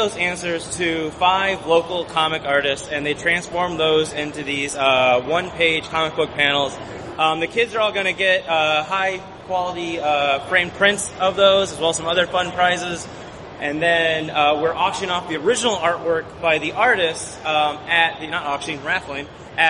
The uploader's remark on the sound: We Nerds were really stoked to bring our storytelling show to Chicago's premiere comic convention this year. Recorded on the C2E2 Live! Please pardon the louder-than-usual crowd noise; recording was a little trickier than we anticipated.